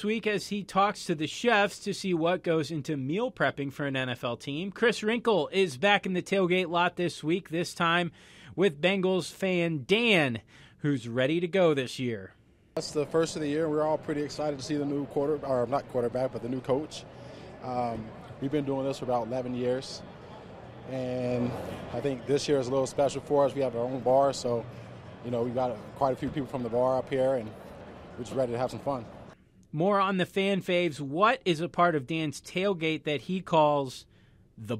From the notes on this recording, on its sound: inside the locker room at Paul Brown Stadium